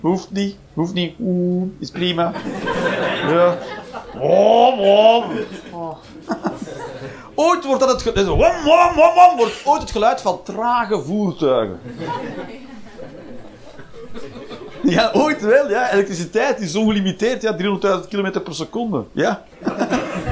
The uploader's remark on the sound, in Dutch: Live 21 Juni 2023, The Joker, Antwerpen.